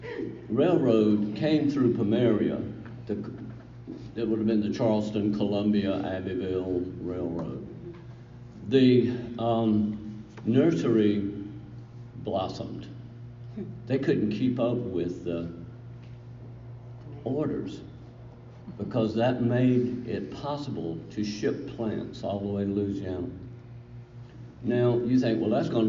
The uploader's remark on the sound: This lecture was presented to the Garden Club of South Carolina, Inc at the West Sandhills District Meeting, Tuesday, March 12, 2019.